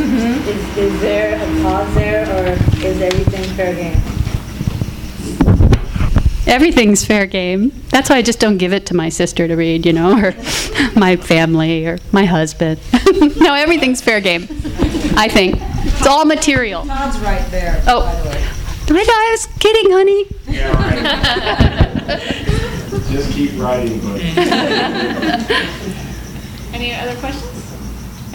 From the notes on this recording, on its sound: In a panel discussion. THIS EVENT WAS RECORDED LIVE AT SKYLIGHT BOOKS JULY 6, 2011.